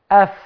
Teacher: لأن الفاء اعتمدت على مخرج محقق أف الشفة، والشفة من المخارج المحققة · Term: صوت الفاء